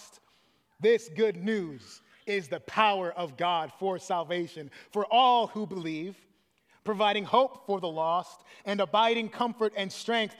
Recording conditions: large echoing room